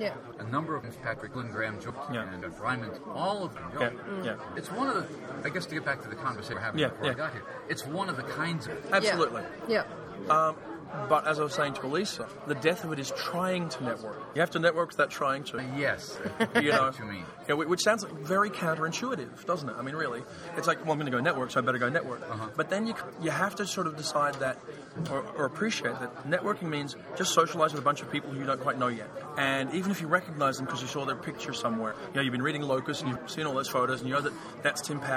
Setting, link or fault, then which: setting, busy venue